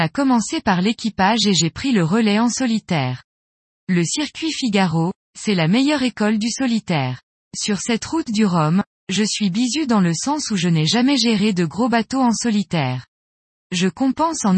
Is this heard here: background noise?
no